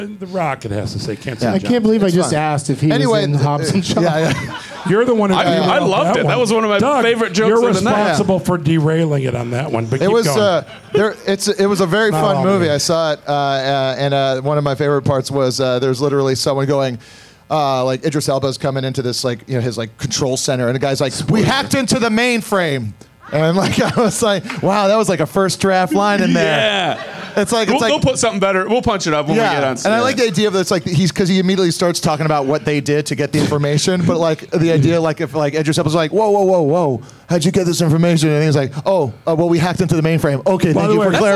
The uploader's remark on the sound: Live from Flappers in Burbank